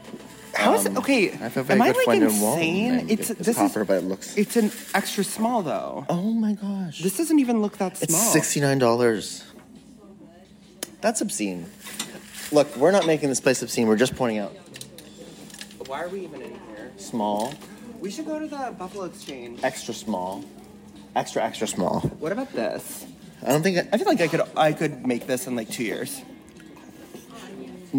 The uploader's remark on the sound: An historic series of recordings made LIVE AND ON SITE at the RITTENHOUSE SQUARE ANTHROPOLOGIE. I do not owe any of you editing out the dead air/diegetic sounds sections of this episode.